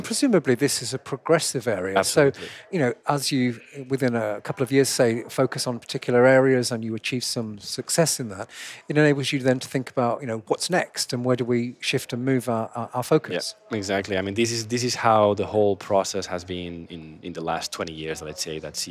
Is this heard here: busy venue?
yes